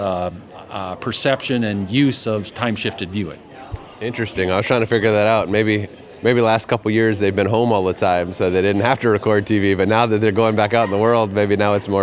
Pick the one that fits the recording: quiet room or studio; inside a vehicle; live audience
live audience